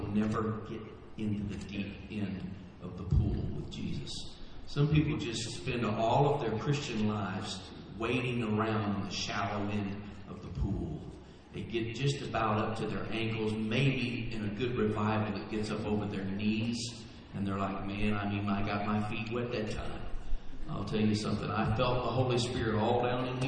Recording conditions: poor sound quality